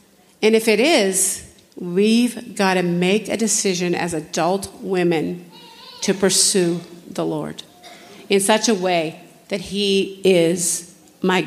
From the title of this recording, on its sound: General Session, Flourish 2023